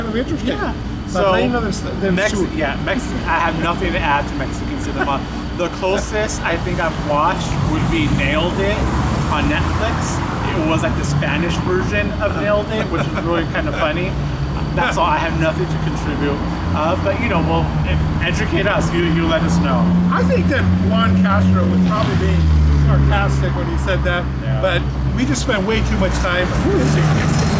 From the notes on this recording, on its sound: Chatting in Beautiful Downtown Downey. Head outdoors.